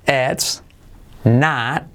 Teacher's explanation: Esa O que es como una A.